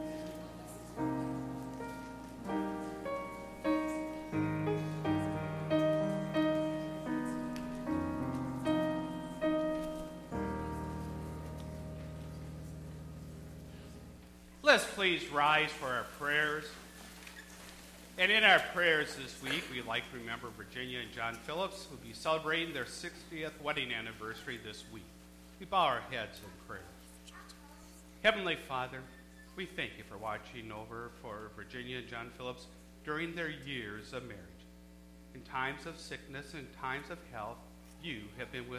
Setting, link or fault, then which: setting, large echoing room